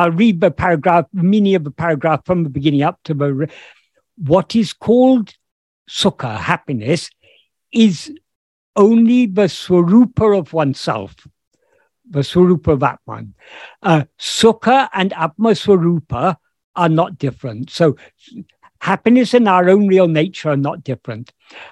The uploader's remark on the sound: In a Zoom meeting of the ‘Ramana Maharshi Foundation UK’ on 11th June 2022